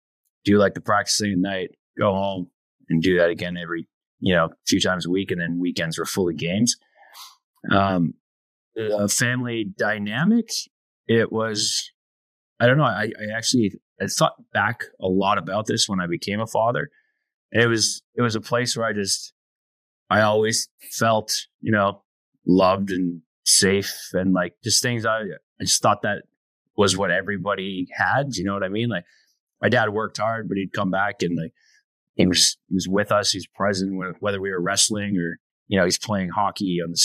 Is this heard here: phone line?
no